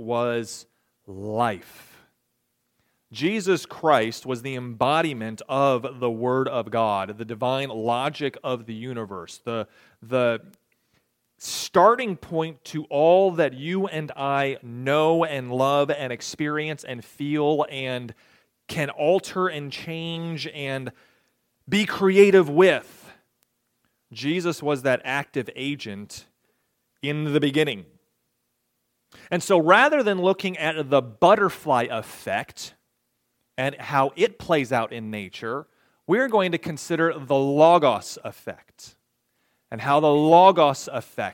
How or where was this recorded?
large echoing room